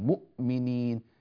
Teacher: الهمزة ليست مهموسة ولا منفسة. أما النطق الصحيح فهو بحبس صوتها